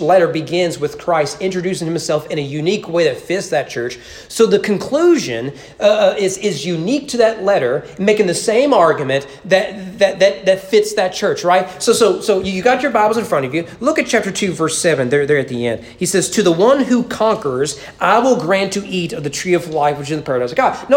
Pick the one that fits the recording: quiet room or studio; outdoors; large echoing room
large echoing room